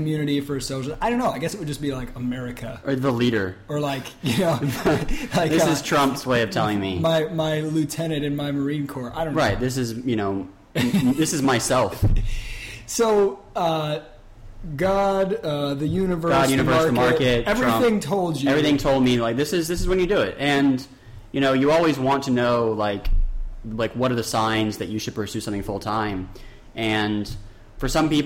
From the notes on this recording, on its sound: Forgive the echo in the audio. New microphone and live interview gave us some issues.